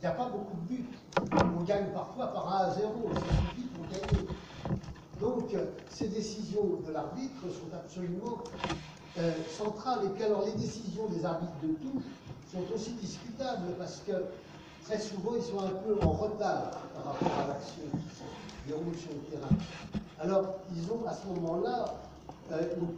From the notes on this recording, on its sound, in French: Version audio de la conférence. À Aix-Marseille Université, Campus Schuman en octobre 2018.